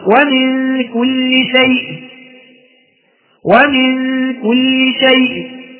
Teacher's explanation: هذا هو الروم بالنسبة للكسر مع اللين العارض للسكون